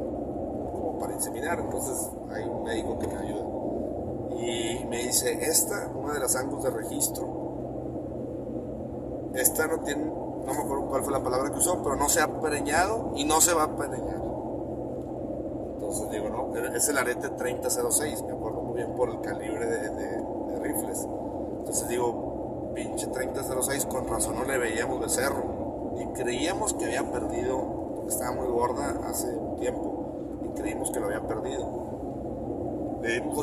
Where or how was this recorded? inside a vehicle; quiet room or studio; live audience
inside a vehicle